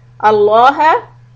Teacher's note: heavy sound, right? Because preceded by fatha.